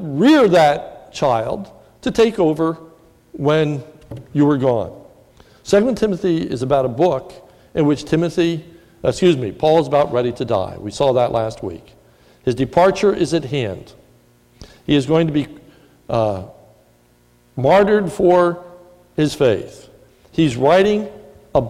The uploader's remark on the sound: This is a sermon recorded at the Lebanon Bible Fellowship Church in Lebanon, PA